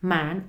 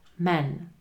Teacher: Jeden muž je otevřený a man, ale hodně udělám obyčejný jemný český e men.